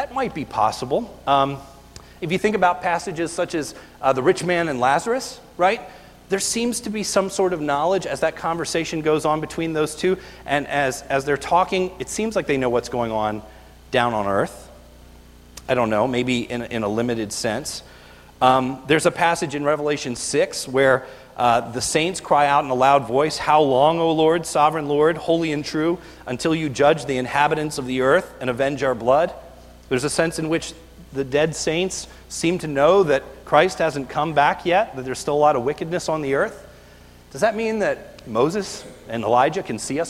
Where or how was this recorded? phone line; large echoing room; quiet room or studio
large echoing room